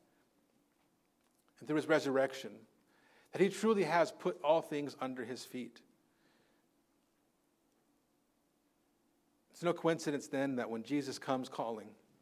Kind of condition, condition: setting, large echoing room